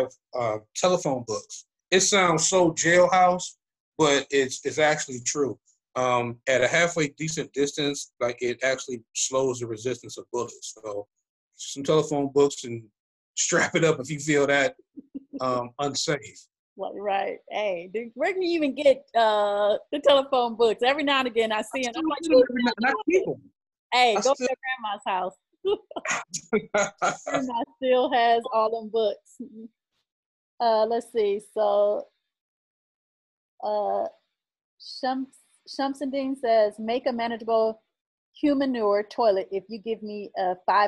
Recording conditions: video call